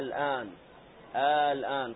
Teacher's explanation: في النطق تبدل مدا، يعني هذه الهمزة ما تحذف من النطق، الهمزة المفتوحة لا تحذف من النطق بل تقلب ألفا بعد الهمزة فتنطق مدا، الآن، الآن، تحولت هذه الهمزة إلى ألف فنطقنا بها ألفا، · Term: همزة الوصل